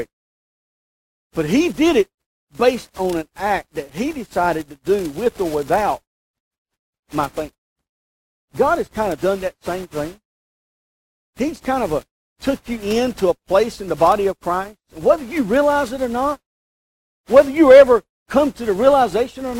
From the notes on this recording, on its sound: We apologize for the poor quality of this recording.